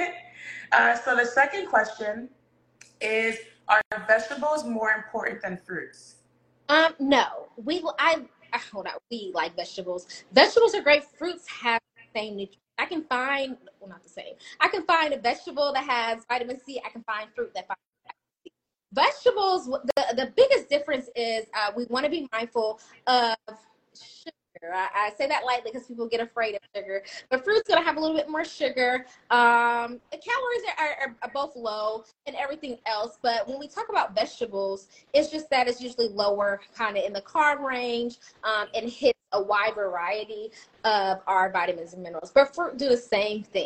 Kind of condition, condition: fault, drop-outs